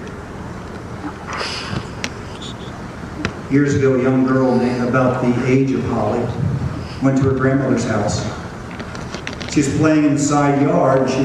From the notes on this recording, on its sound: The audio is not great quality